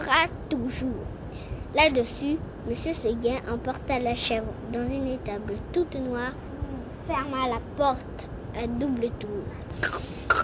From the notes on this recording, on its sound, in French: Me voici à la fontaine de mon enfance, grâce à la magie de la technique, avec un enregistrement d'hier et un enregistrement d'aujourd'hui !